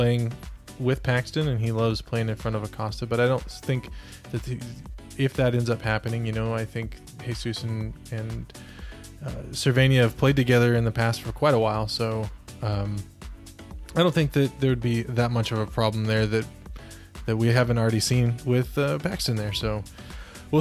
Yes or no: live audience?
no